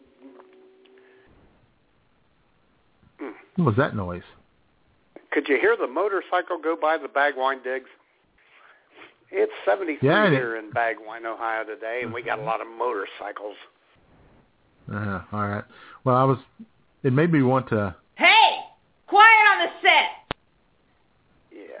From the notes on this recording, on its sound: your phone calls on this week’s IWS Radio Show